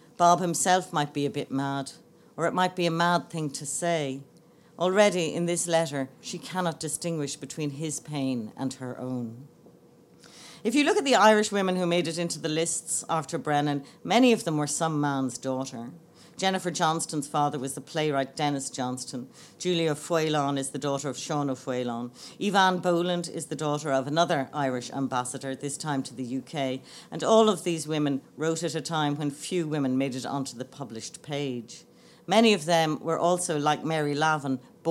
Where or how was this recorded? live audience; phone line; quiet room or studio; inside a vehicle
live audience